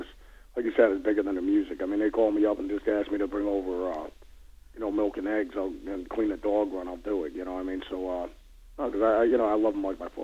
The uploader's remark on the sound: You never know what you're going to get when you get a rock star out of bed first thing in the morning for a phone interview. At 9am in L.A on phone.